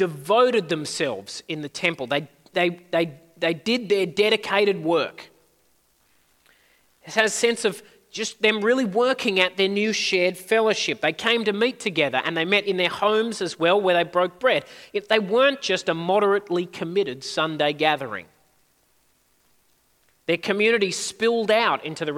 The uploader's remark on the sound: At a Church in the Graveyard service